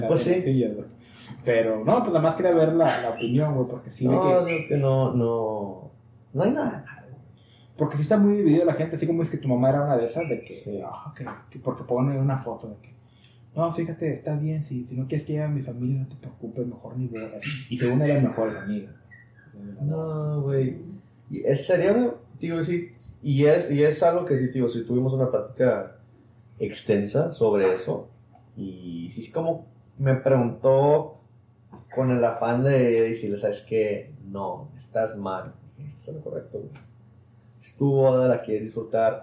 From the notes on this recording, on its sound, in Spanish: Tuvimos algunos problemas técnicos, es una historia divertida. Eso causó que el audio se grabara con el micrófono de la webcam en lugar de los micrófonos de la interfaz.